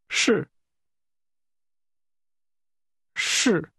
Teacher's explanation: This word begins with a soft sh sound.